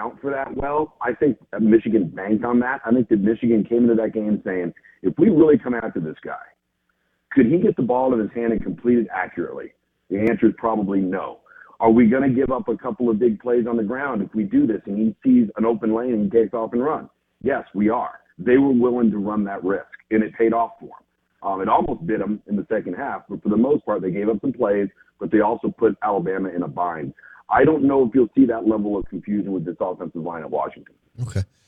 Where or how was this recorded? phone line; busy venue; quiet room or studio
phone line